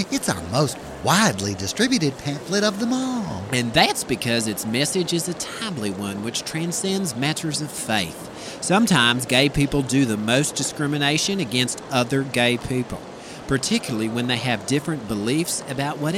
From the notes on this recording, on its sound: Live from Poison Creek!